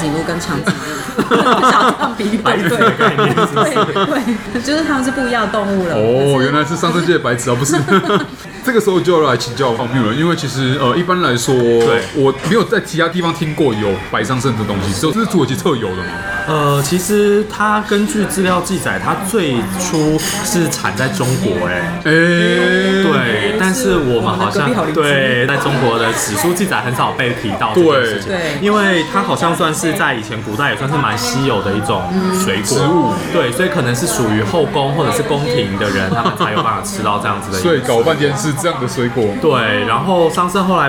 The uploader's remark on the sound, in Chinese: 本集白噪音指數：柔風級 3/5。錄音地點： 伊茲密爾土耳其廚房 Izmir Turk Kitchen。